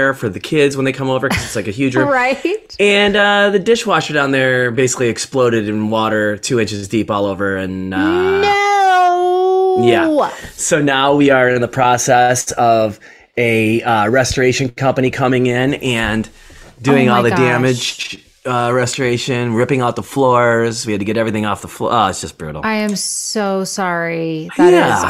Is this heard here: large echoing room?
no